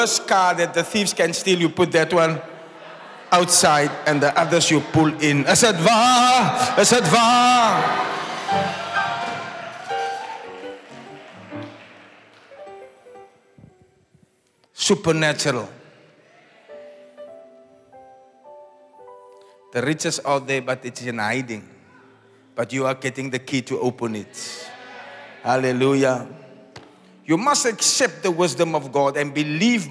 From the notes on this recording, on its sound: Preached At The Zion Sanctuary, Cape Town